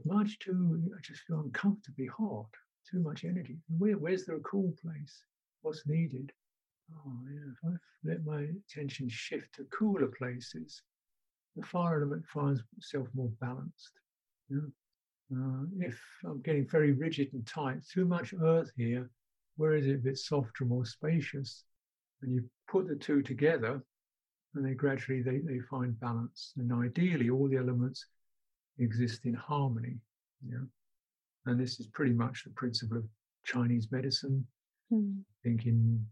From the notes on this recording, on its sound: The interview took place over Zoom between the 2nd and 3rd lockdown in the UK. Voice is not great for some reason, however we have done our best to maximize playback quality.